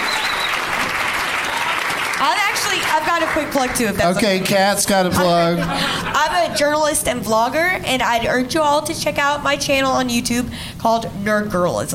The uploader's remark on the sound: Live from Hyena's Comedy Club in Dallas